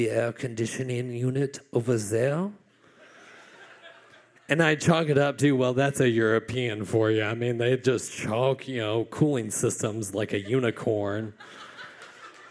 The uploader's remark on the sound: The First Time is a live lit and music series recorded at Martyrs in Chicago's North Center neighborhood.